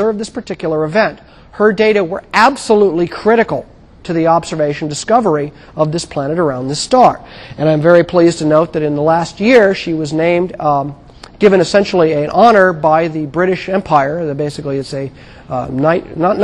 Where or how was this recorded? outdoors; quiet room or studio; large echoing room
large echoing room